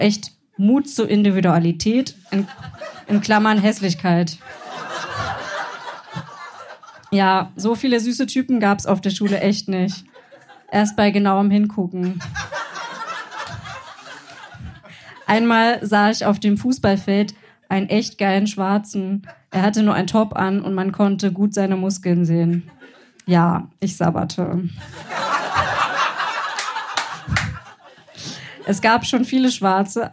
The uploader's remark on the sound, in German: Beiträge von unserer Show vom 23.04.2023 im Berliner Monarch. Unser tolles Publikum.